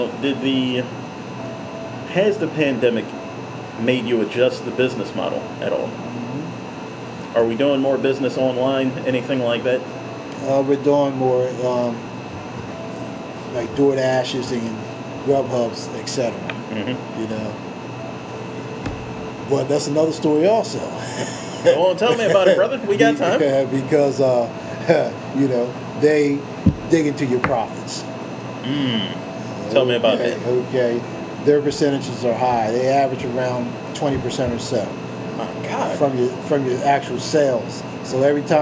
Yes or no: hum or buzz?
yes